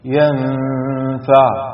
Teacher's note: وأما ينفع، نون ساكنة بعدها فاء حكمها الإخفاء